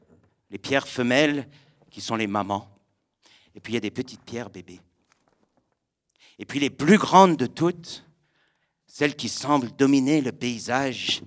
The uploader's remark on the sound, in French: Raconté sur scène le 22 octobre 2016 au Radio_Live de Magnéto